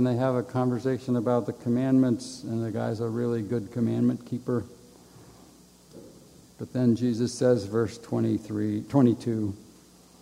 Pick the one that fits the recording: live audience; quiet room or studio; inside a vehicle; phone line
live audience